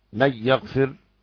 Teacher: ترك الغنة لخلف والضرير، يبقى ادغام كامل، والباقي بالغنة.